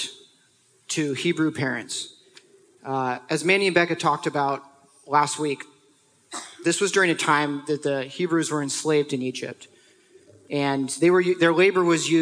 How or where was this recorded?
live audience